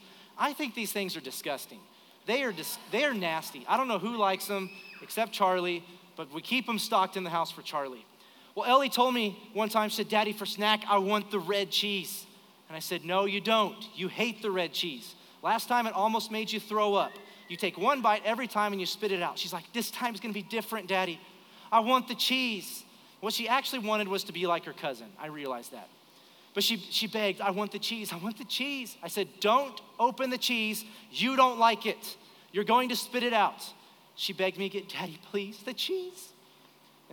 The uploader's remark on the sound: Recorded live during our Sunday morning service